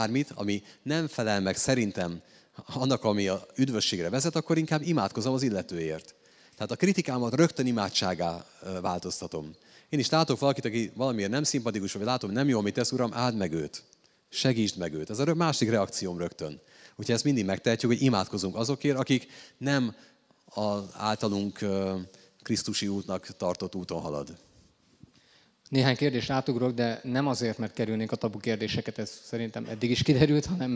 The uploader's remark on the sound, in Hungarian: Négy év szünetet követően rendeztünk ismét beszélgetős rendezvényt, a helyszín a Pázmány Péter Katolikus Egyetem ITK aulája volt.